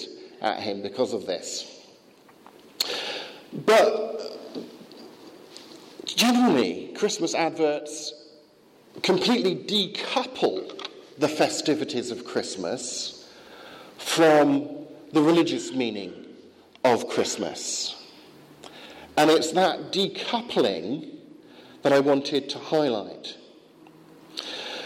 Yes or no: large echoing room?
yes